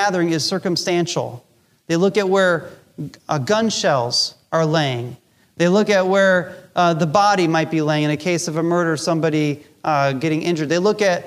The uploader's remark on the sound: Recorded Live during our Easter Service.